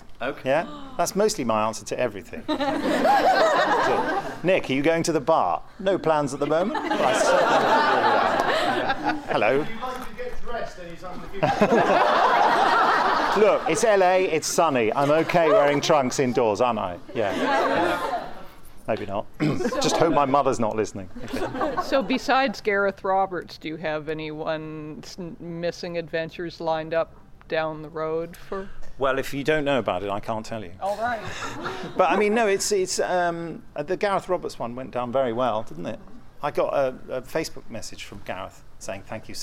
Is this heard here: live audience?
yes